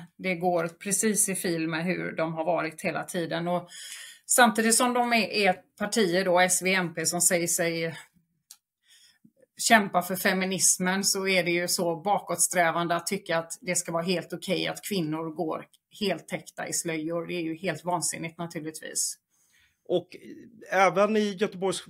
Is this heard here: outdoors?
no